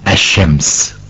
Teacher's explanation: فنلاحظ أن حرف اللام قد أدغم في حرف الشين · Term: اللام الشمسية